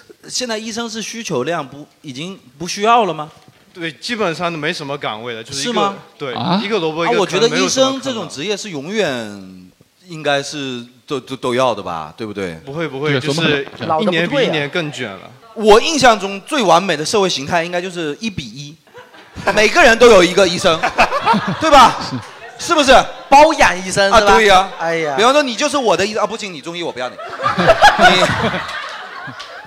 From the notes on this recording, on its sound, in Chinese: 到场的各位医生们给现场观众问诊